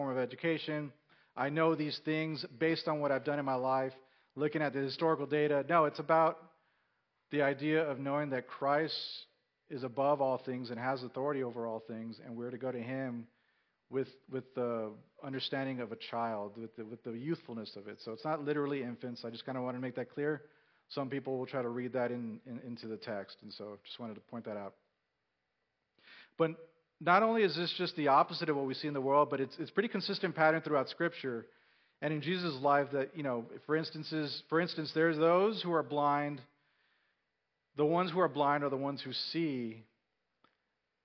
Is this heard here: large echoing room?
yes